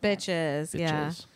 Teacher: I just did a little vocal fry